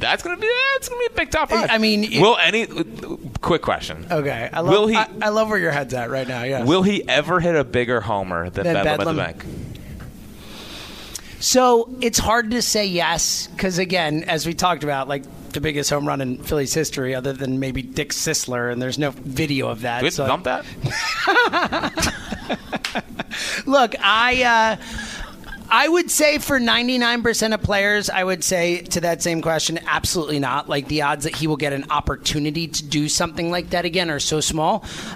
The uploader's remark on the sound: live from Citizens Bank Park